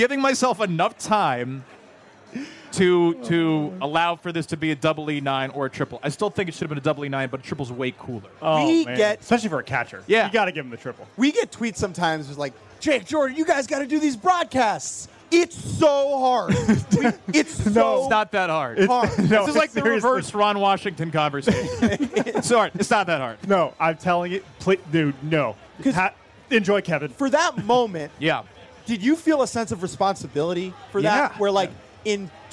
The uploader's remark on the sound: Bar-B-Box Shenanigans LIVE from Baltimore. Ask to hear from the members of the crowd who hate the new rules.